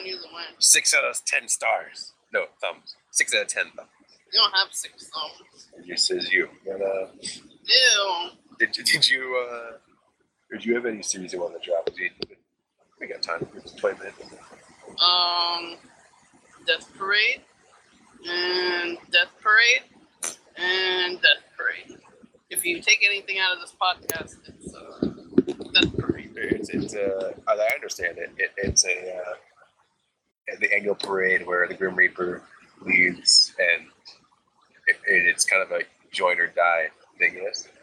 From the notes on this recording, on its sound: Mind the audio on this one. It's usable, but before we had anything like a sharable microphone.